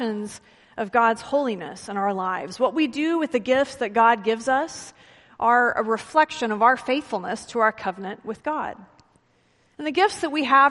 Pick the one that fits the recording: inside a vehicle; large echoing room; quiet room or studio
large echoing room